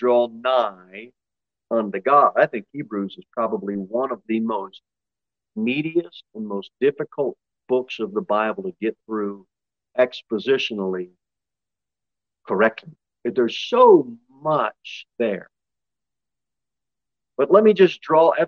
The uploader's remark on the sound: Sermon delivered at Pilgrim Baptist Church in Cookeville, TN. Jere Whitson Rd.